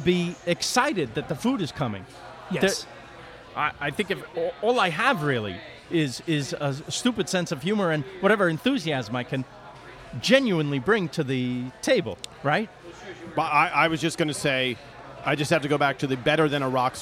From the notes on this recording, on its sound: Recorded at Eleven City Diner in Los Angeles.